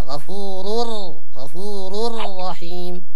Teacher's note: هو تنوين جاء بعد راء، أدمجنا راء في راء أصبح راء مشددة هكذا، غفور الرحيم.